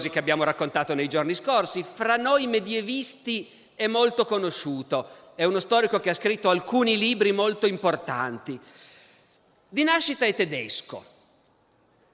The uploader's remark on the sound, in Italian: Registrato al Festival della Mente 2015 in Sarzana.